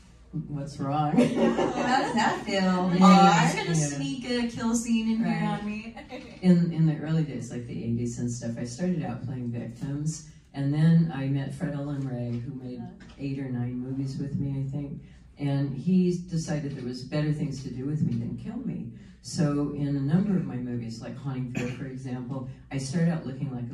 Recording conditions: busy venue